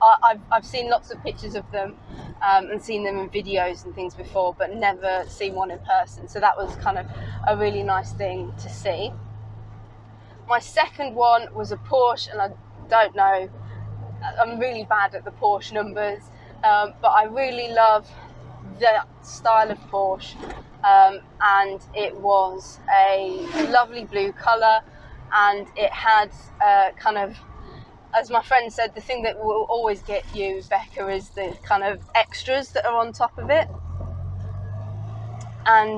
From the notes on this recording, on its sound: all recorded from my 1968 Morris Minor, Peggy